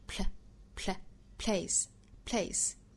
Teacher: Place 这个词在 p 和 l 两个辅音连缀之间，不要去加元音